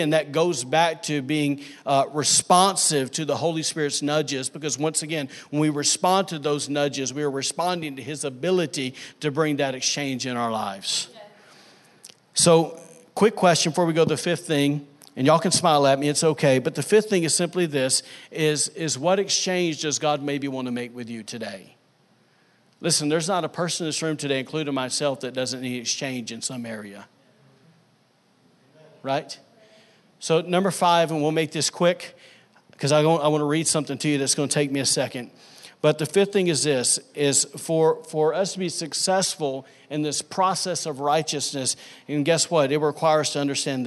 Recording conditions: large echoing room